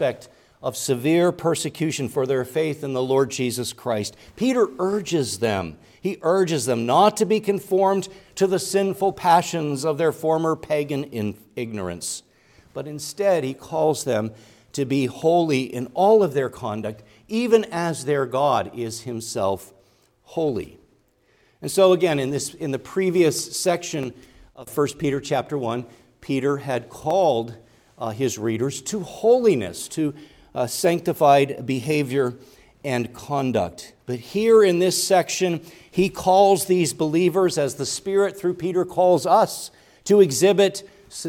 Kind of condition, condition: setting, large echoing room